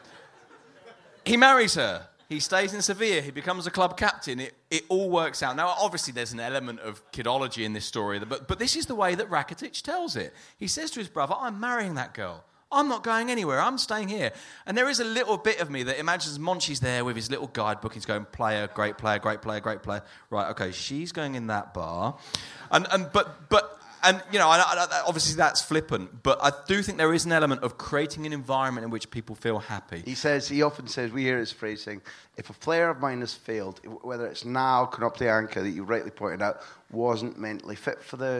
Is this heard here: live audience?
yes